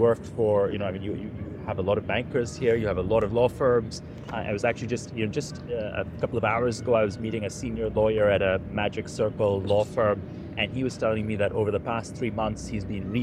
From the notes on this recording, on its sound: Live from COP28.